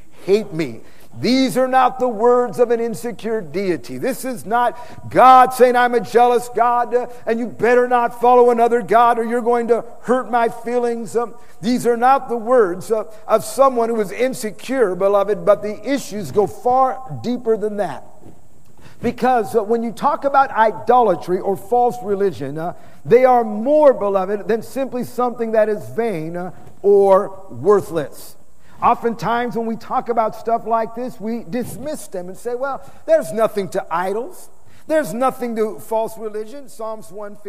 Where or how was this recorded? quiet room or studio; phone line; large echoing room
large echoing room